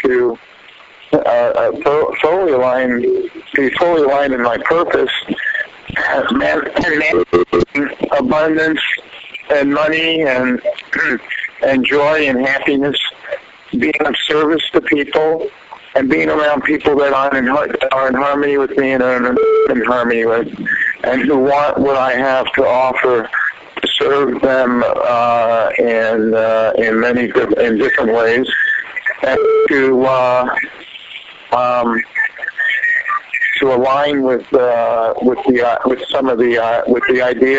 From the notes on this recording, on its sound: "prayer check" from archive.org was assembled into the "RBCP's Personal Prank Phone Calls Collection" podcast by Fourble.